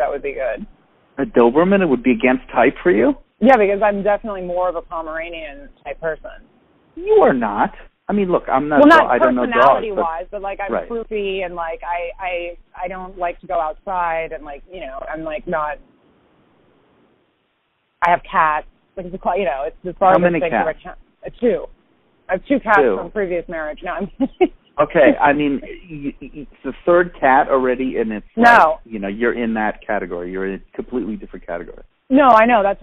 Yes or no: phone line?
yes